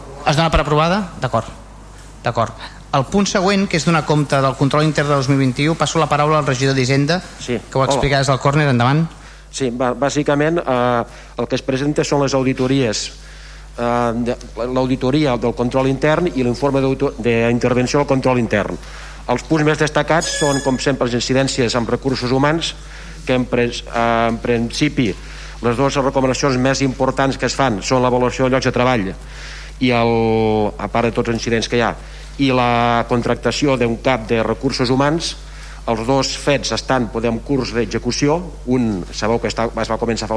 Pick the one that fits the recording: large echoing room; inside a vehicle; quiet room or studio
large echoing room